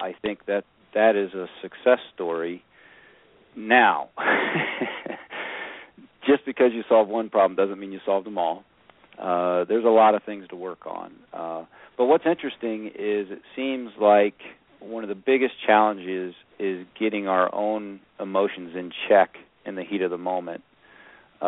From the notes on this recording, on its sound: a dad called in to provide us with an update